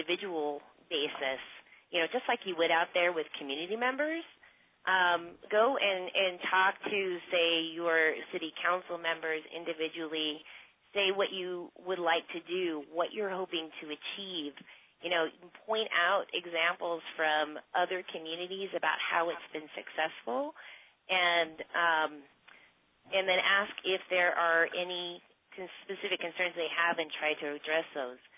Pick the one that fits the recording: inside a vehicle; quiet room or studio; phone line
phone line